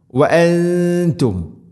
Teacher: നൂനിനെ അവ്യക്തമാക്കി മണിക്കണം. ഇഖ്ഫാ ബിഗുന്ന